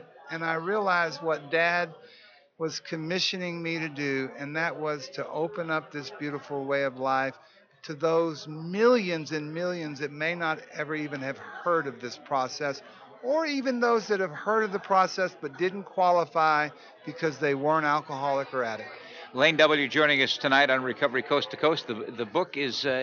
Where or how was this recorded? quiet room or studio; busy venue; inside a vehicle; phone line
busy venue